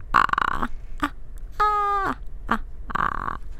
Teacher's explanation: you're making more of a creaky sound · Term: vocal fry